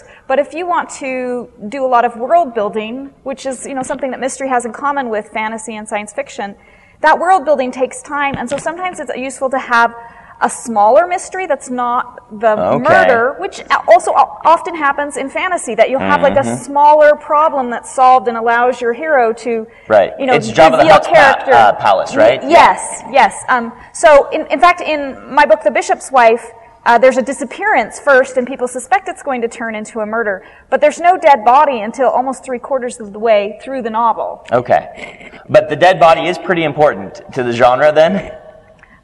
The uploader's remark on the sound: Live from Westercon 67 and Fantasy Con